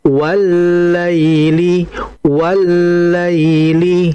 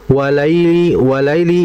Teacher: ketika waw masuk ke lamnya itu sedikit ditahan sejenak · Shown in: first take